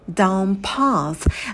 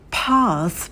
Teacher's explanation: Вниз по тропинке это down path, down path. В слове path придыхание на звуке п, потом долгий а, такая волна, язык выводим назад, звук глубокий, и затем конечный межзубный с, с, язык между зубами, и выдыхаем воздух с, с, path.